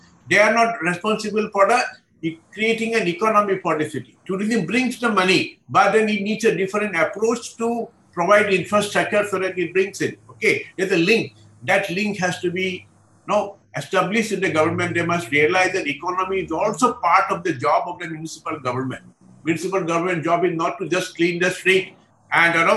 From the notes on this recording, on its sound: A La Trobe Asia event as part of the Australia India Institute’s 'India Week'. Recorded live via zoom.